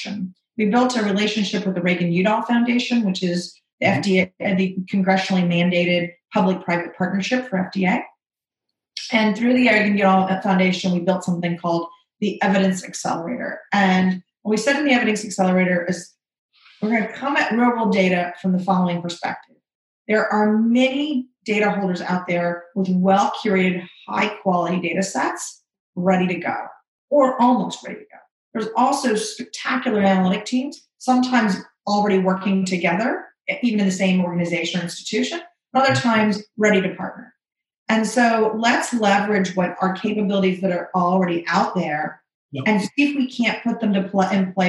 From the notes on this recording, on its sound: This is a special episode of a webinar